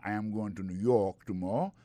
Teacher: New York là, c'est accent tombé dans le dernier · Term: accent tonique